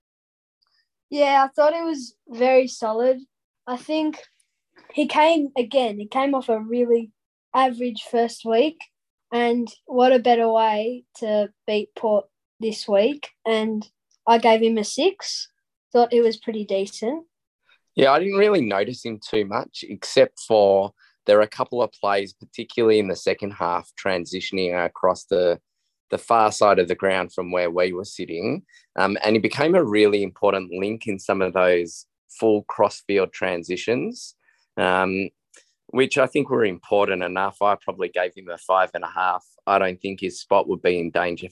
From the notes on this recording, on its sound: In the minutes following Hawthorn’s unexpected win against top four fancies Port Adelaide. Jumped on Zoom for a very raw post-win player ratings. Was dialling in from his Adelaide hotel room.